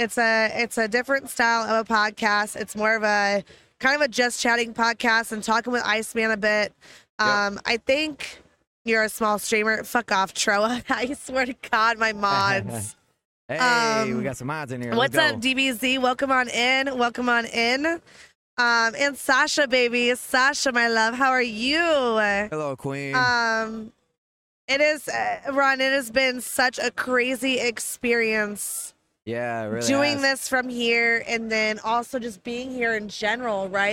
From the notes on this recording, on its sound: Aired 12.17.23 live on Kick Streaming. This episode was recorded live from DreamHack Atlanta. Excuse any audio issues, this was all performed live in a new environment.